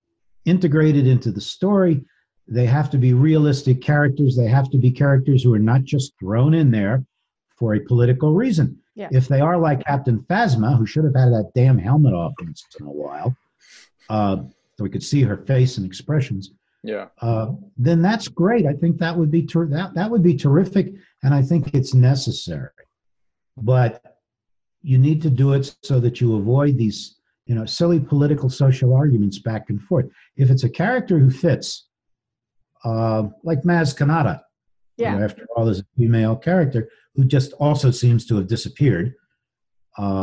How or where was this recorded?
video call